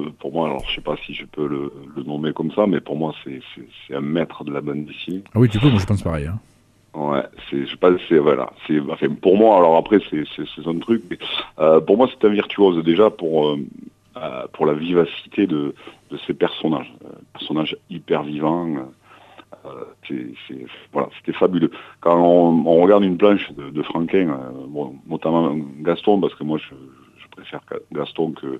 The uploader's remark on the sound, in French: Reçoit par téléphone le dessinateur.